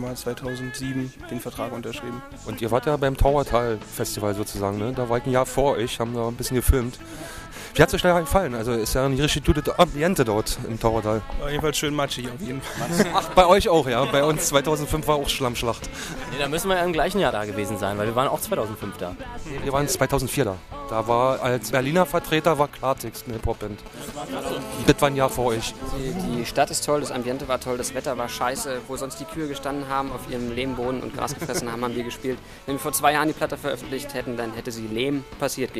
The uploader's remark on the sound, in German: Interview und Konzertmitschnitt beim Showcase am 24.